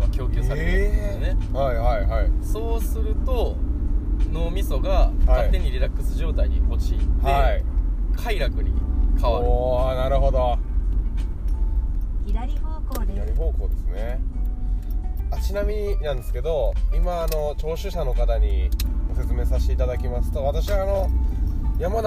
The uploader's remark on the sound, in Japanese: 縦走してる途中、テントの中で収録してます。